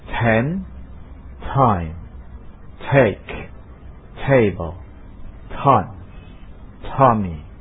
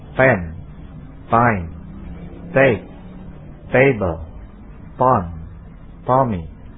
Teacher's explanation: Yang benar adalah dengan ledakan time, table, dan sebagainya · Shown in: first take